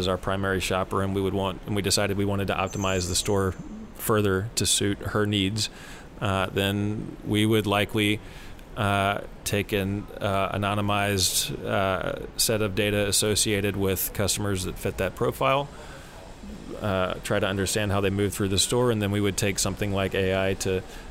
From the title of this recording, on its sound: live from TechCrunch Shenzhen